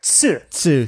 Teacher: But then this kind of breaks down with the T's because they don't have a straight up T-U sound in Japanese. Rather, they have T-S-U